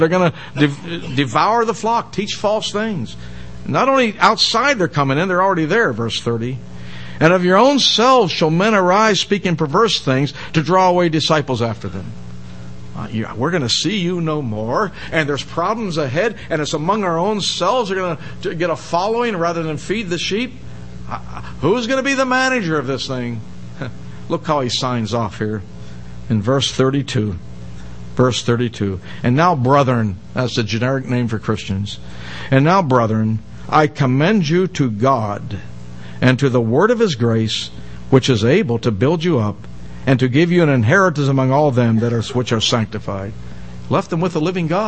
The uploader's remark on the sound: given in the most part at Hollywood Bible Chapel